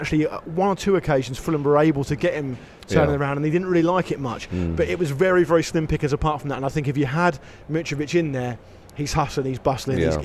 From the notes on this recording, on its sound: Special on-location Ramble Reacts last night! Recorded from the beautiful old stands of Craven Cottage.